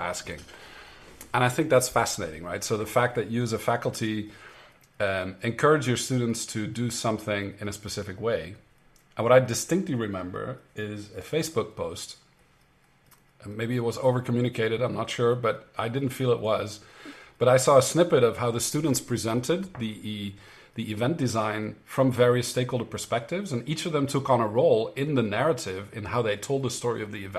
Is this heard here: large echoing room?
no